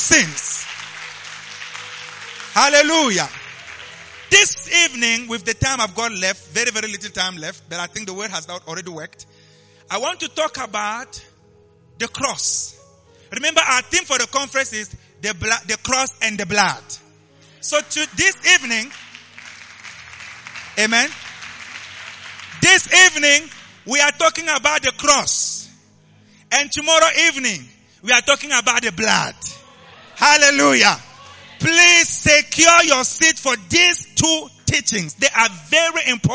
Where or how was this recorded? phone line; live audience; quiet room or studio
live audience